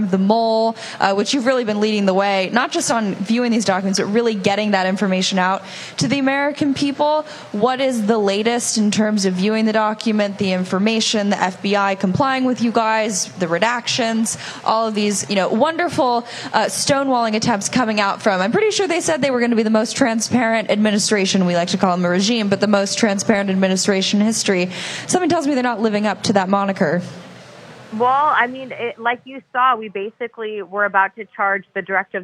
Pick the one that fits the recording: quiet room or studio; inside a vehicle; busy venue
busy venue